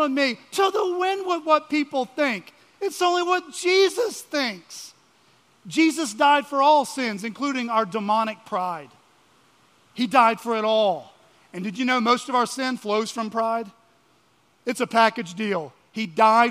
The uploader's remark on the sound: at Chaffee Crossing Baptist Church in Barling, AR.